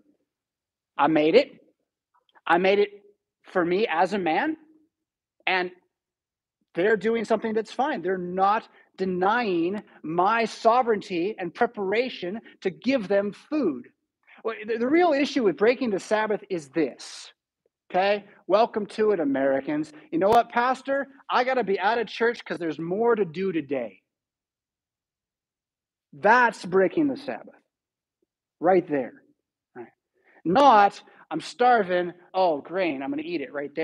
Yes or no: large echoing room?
yes